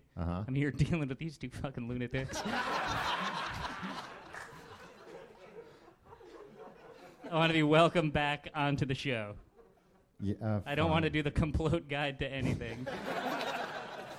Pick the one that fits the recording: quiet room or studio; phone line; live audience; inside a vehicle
live audience